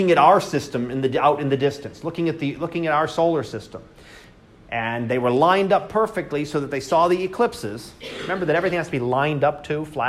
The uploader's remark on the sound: Live Class Lecture.